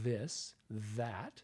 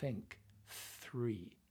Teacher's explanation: You have a voiced TH, this, that, and you have an unvoiced TH.